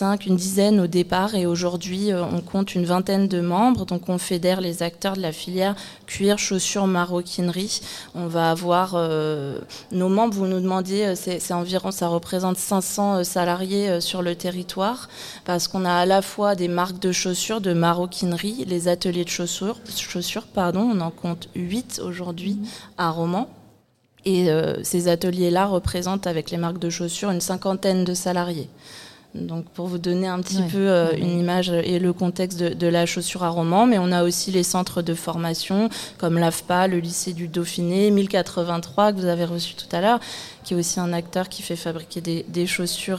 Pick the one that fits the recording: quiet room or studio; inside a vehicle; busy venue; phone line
busy venue